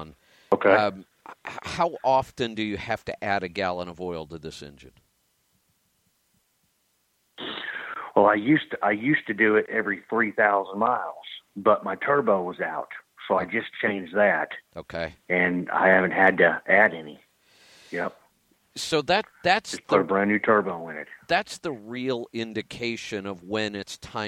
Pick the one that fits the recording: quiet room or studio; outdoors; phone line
phone line